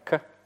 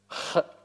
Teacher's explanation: Смычное – это «к». Щелевое – «х». То есть звук продолжает проходить.